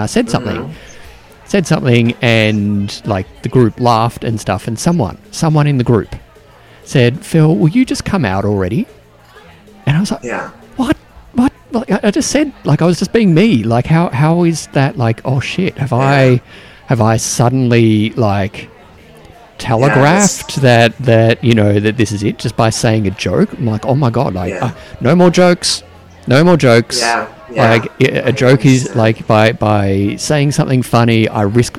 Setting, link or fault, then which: setting, busy venue